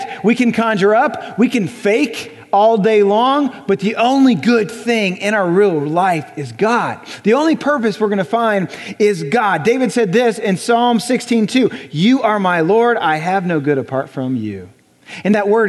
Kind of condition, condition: setting, large echoing room